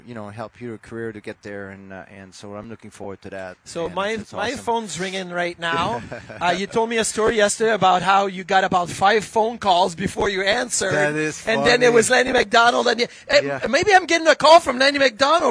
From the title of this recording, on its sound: live at Sabres Alumni golf tournament